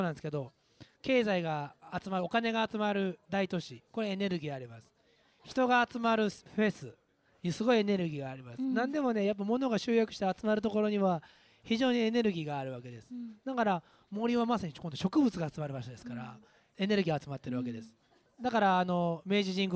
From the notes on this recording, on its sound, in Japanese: トークイベントの模様をお届けします。このトークイベントは、東京代々木にある、世界の珍しい植物あふれる商業施設。